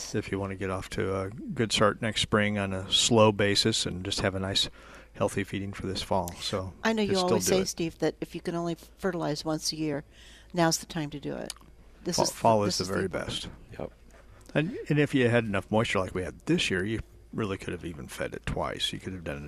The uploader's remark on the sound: Live at Prairie Gardens